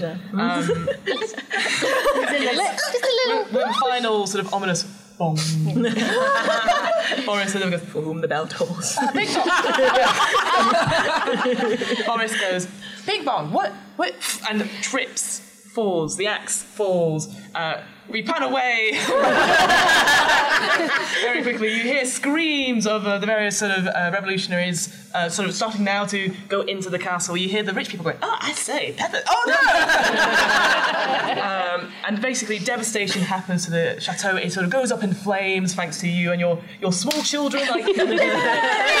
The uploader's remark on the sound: Be Our Guest LIVE at UKGE. A special live recording from UK Games Expo.